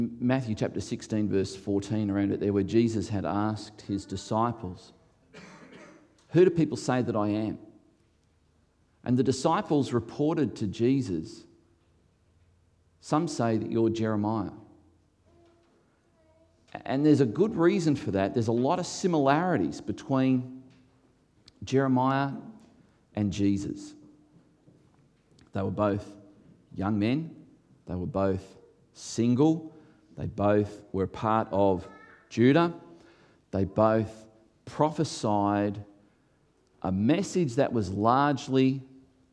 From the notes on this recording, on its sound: recorded before a live audience